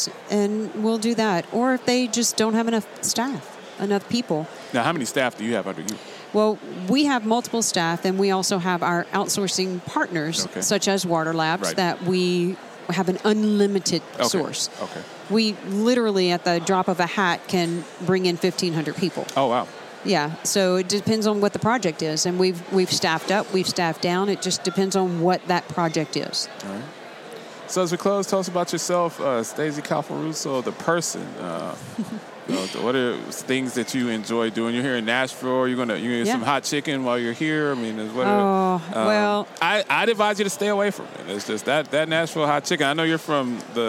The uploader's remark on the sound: at the HFMA Conference in Nashville